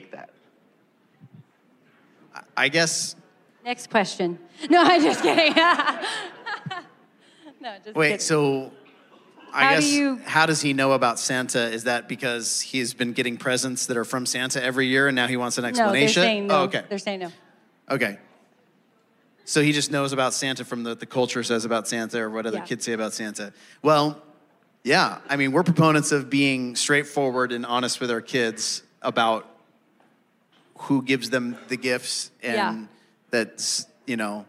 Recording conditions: live audience